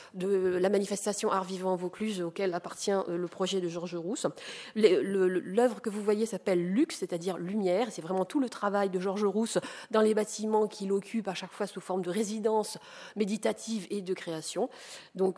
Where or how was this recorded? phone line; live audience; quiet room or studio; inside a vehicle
live audience